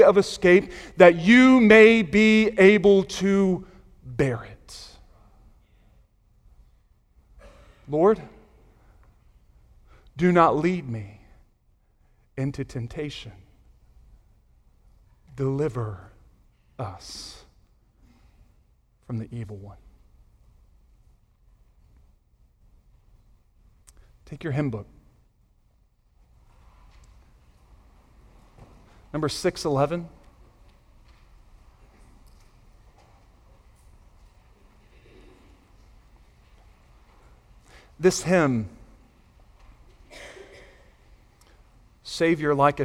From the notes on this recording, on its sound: Sunday Morning Sermon Audio